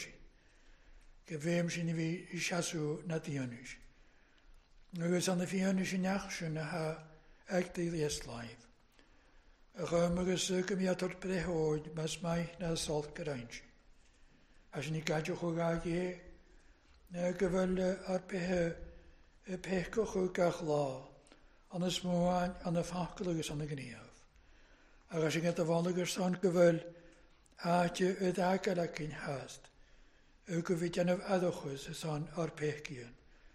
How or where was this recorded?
large echoing room